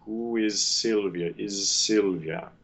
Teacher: The fricative can keep going through. It just loses voicing.